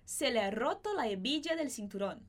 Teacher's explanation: esse H do A não vai ser pronunciado, nem o H de hebilla